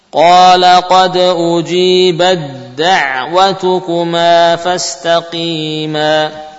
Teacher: ta sukun bertemu dal, ya, maka langsung huruf dal yang terucap, ya, huruf ta tidak lagi terucap · Term: idgham